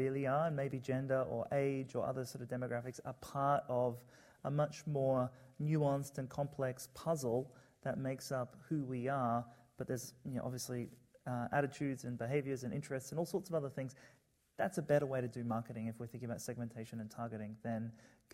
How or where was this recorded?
live audience